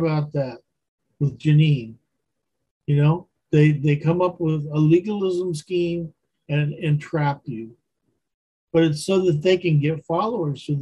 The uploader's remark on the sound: Wednesday Zoom study